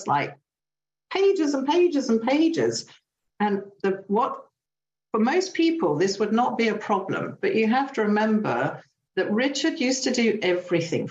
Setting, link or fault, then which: link, video call